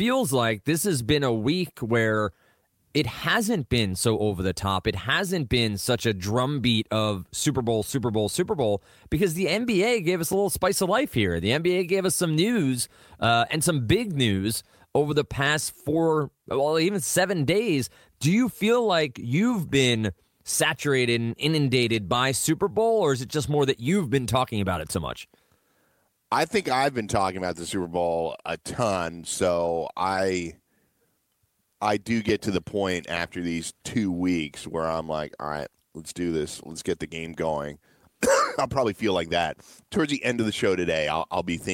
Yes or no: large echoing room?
no